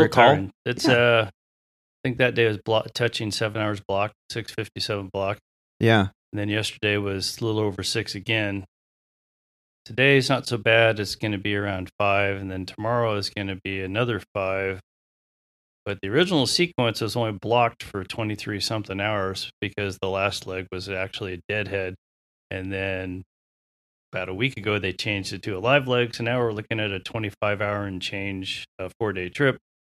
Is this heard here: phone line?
no